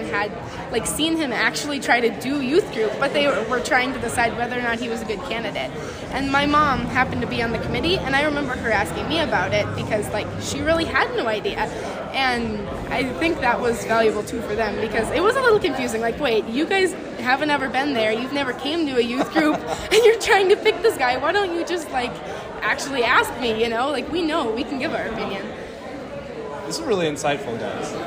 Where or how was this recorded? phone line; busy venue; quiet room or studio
busy venue